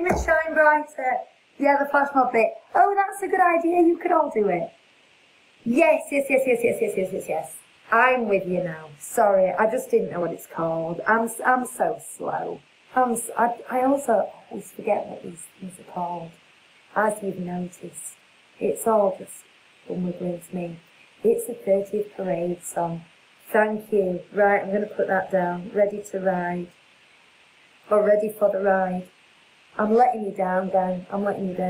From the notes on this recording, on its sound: Navigates some sound issues. There’s absolutely no reason for it happening, but hopefully you can hear it enough!